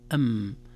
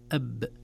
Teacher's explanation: الميم بانطباق الشفتين مع رخاوة أو عدم شدة وعدم حبس الصوت، أما الباء أب بحبس الصوت. وبما أن الحرفان من الشفة يحدث بينهما نوع من الإخفاء يسمى إخفاء شفوي، لذلك عرفنا لماذا يسمى إخفاء شفوي، لأن الحرفان أو لأن الحرفين من الشفة، الميم من الشفة والباء من الشفة، وحدث بينهما إخفاء بسبب اتحاد المخرج.